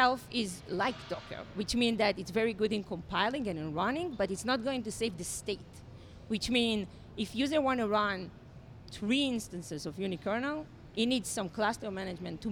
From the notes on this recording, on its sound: Live from EMC World 2016!